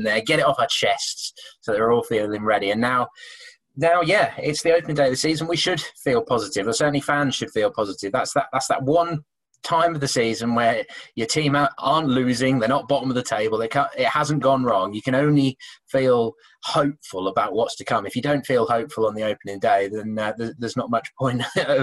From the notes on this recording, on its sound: host the Pink Un Live online event